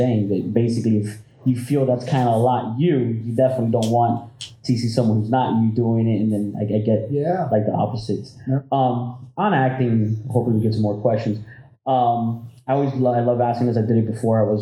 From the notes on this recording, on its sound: Recorded live at the Sunrise City Comic Con, FanCor hosted a Q&A.